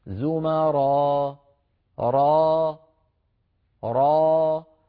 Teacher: بأن أحرص أن لا ينقفل الوترين في حلقي هكذا، زمارا را را، فيبقى الحلقوم مفتوحا والصوت ممدودا ويتلاشى الصوت ويتخامد شيئا فشيئا · Term: مد العوض